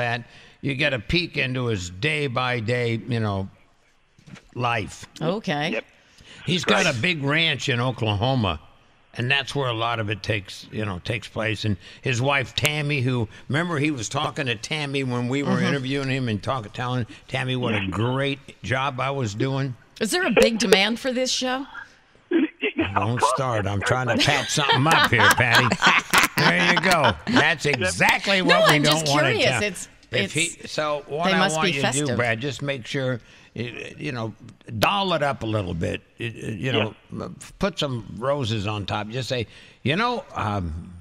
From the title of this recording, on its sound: Reports live from Radio Row for Super Bowl LIV